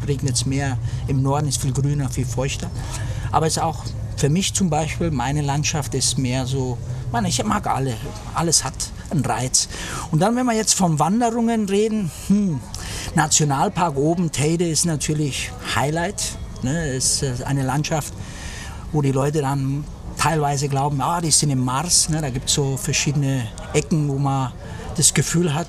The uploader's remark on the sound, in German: in dieser Episode, die am Hafen von Las Galletas im Süden Teneriffas aufgezeichnet wurde